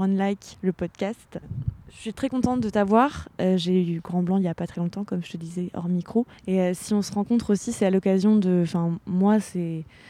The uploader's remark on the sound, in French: Cet épisode a été enregistré dans les jardins